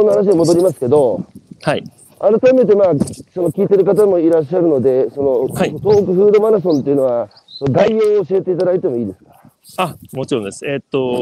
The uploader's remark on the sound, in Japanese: 歩きながら1時間、対談する